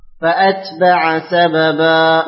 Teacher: اتبع خففه ابن كثير فأتبع خفف الثلاثة ذاكرا كما قال الإمام الشاطبي رحمه الله تعالى، أي قرأ ابن عامر والكوفيون لفظ فاتبع بتخفيف التاء وسكونها مع همزة قطع مفتوحة